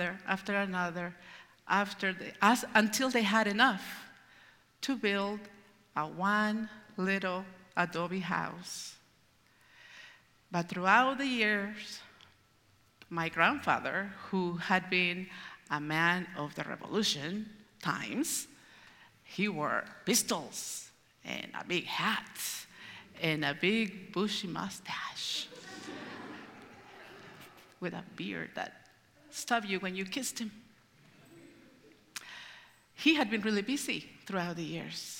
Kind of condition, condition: setting, live audience